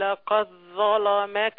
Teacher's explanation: الحاجة التانية ورش ما بيظهرش الدال